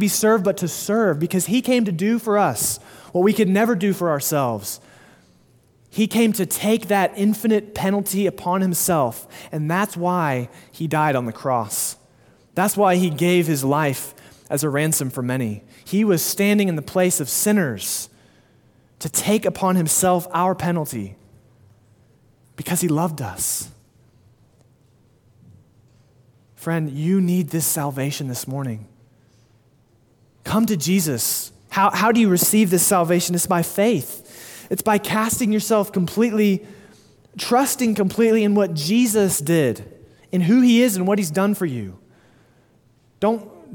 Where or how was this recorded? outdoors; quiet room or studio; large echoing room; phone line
large echoing room